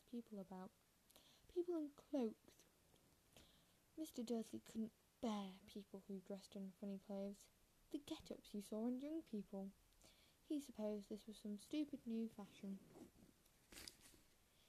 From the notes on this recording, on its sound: I am very sorry for the bad audio, yawns and some strange noises, as well as missed and/or wrong words.